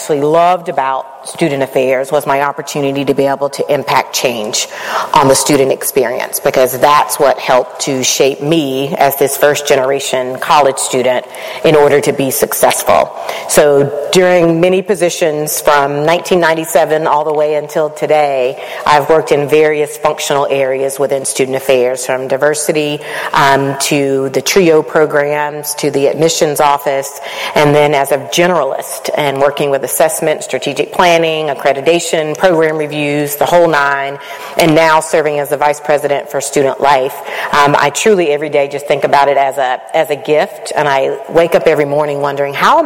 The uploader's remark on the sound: HERstory (Live Show). Finally the audio from the live show.